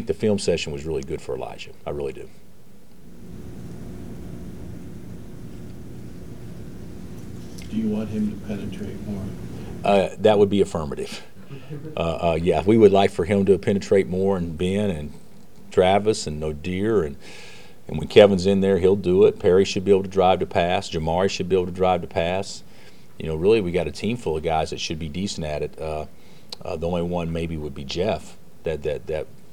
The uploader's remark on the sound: Press Conferences & Post-Game Interviews